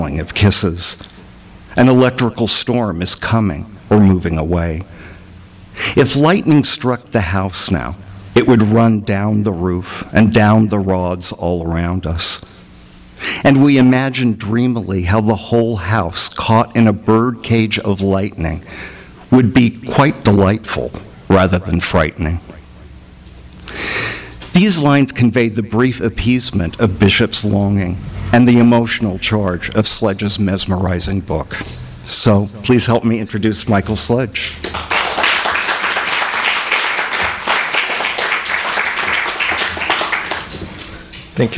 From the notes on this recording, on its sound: THIS EVENT WAS RECORDED LIVE AT SKYLIGHT BOOKS.